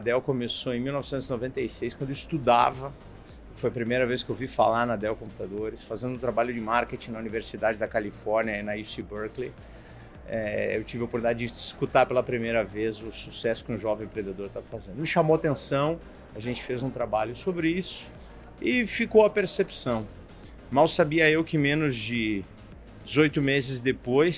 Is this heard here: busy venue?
yes